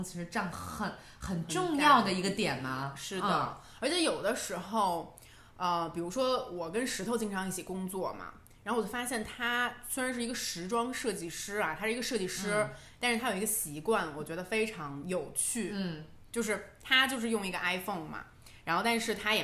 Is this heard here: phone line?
no